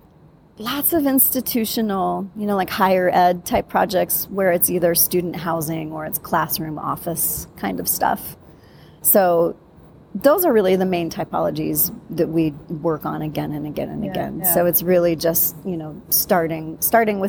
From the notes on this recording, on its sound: special bonus episode recorded at the Passive House Network Conference